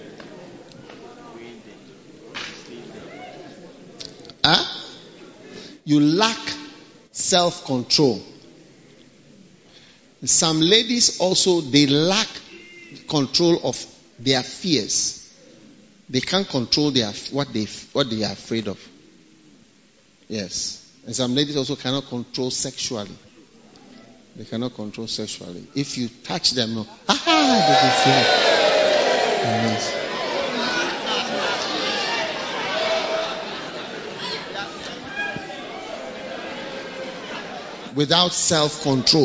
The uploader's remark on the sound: Preached at the AMOMOS Camp 2023 - The Anagkazo Campus